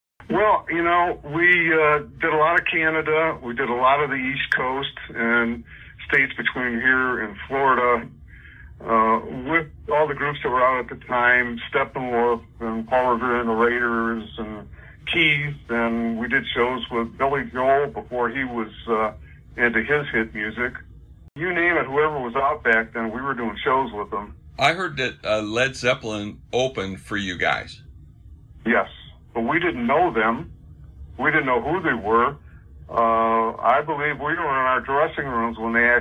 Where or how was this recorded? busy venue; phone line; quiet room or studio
phone line